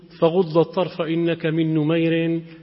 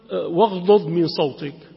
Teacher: فتميم كانت تدغم، أما الحجازيون فكانوا يفكون · Term: الإدغام